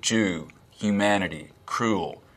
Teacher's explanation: the vowel in words like goose, Jew, humanity, humanity, cruel, we will be cruel to the Germans, is fronter in the mouth · Term: goose fronting